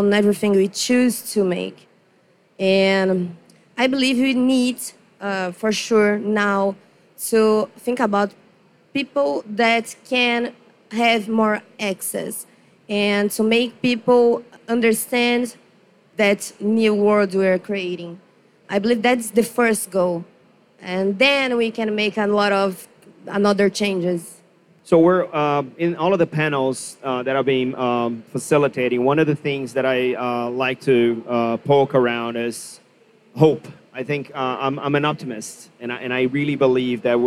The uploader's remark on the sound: live onstage panel as part of Blockchain Rio, on our very own Blockchain Insider stage!